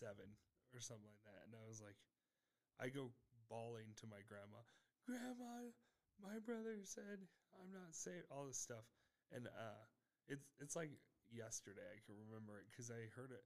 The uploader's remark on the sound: This is the intro and probably our worst audio but if you can turn it up it works.